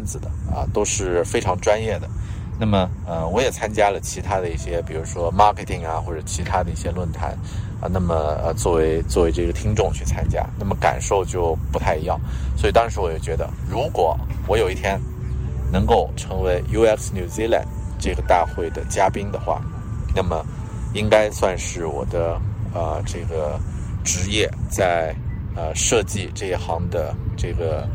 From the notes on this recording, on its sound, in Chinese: 这期在新西兰首都惠灵顿海边码头录制的节目